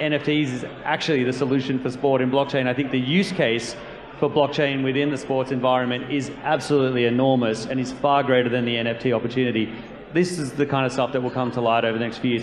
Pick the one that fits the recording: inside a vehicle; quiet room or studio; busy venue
busy venue